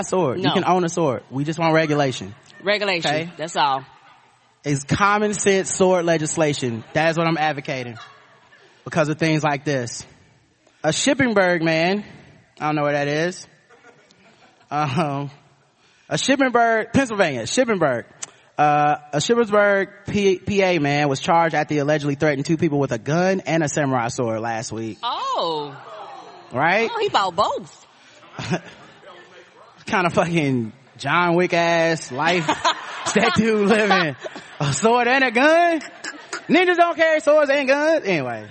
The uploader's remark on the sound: Live At Podcon. Do a live show at Podcon in Seattle, WA.